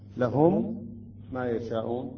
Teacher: هكذا، لهم ما يشاءون، أيضا هنا ميم ساكنة وبعدها ميم متحركة، عند الإدغام تصبح عندنا ميم واحدة ولكن مشددة